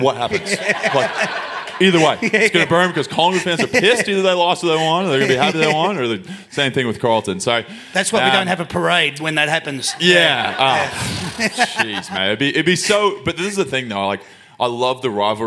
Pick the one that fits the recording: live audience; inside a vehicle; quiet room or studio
live audience